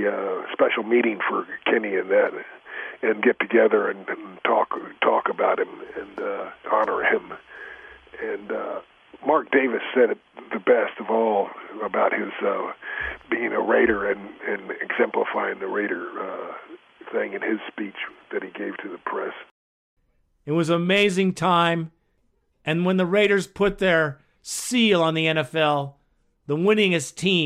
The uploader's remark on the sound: Raider Nation "Boneline" Call-in Segment.